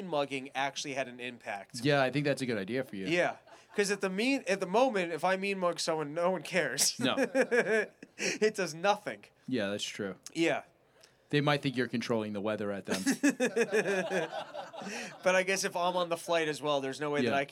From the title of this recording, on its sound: LIVE FROM SANDPOINT